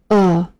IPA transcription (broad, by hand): ɜ: